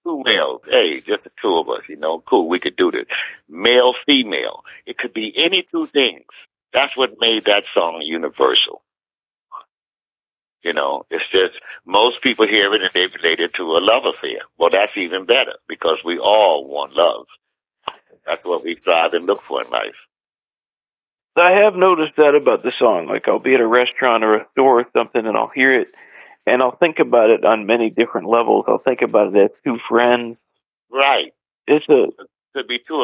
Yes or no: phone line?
yes